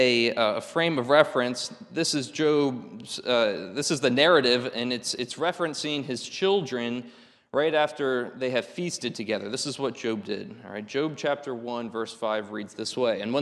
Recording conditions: large echoing room